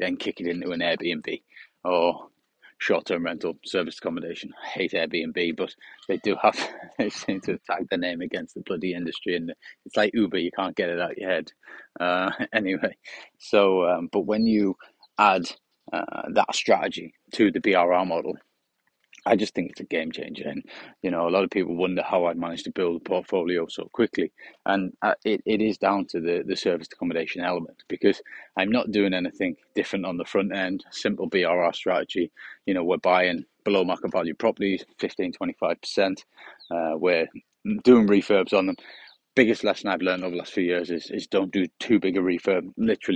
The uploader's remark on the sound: On A Sunny Morning Walk